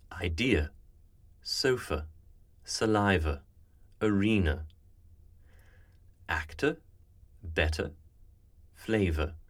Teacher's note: Naturally, in North American speech, letter has R coloring. In RP and many other British dialects, there is no R coloring on these words, and so comma and letter have the same sound. The schwa used in traditional RP is an U sound, quite closed. · Term: final schwa